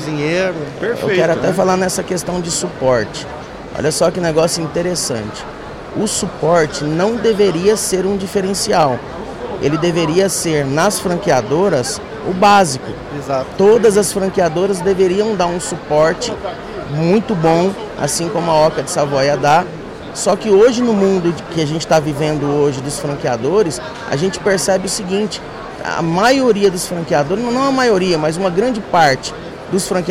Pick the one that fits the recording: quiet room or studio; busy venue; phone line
busy venue